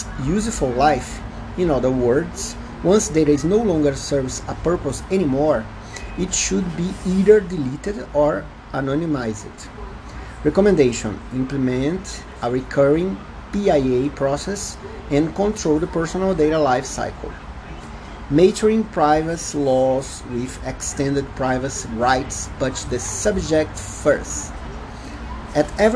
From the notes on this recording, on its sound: Please apologize me for noises, mistakes and mispronouciation. Brazilian Portuguese accent.